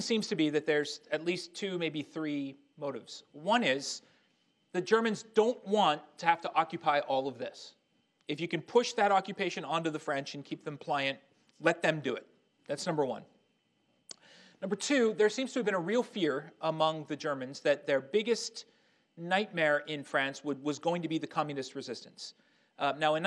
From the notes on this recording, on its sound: Army Heritage and Education Center in Carlisle, Pennsylvania, presented a lecture